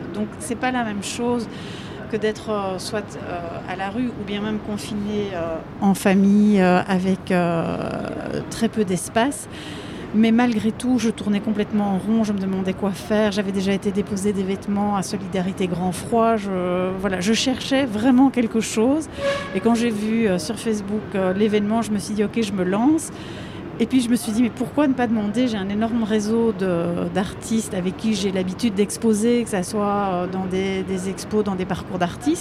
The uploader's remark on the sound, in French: Une émission en direct des Halles Saint-Géry